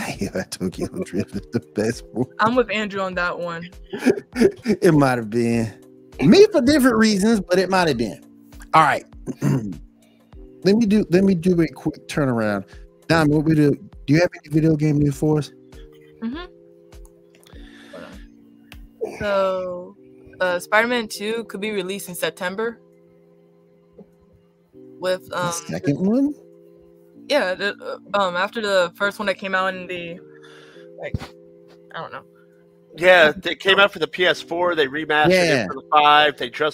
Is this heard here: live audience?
no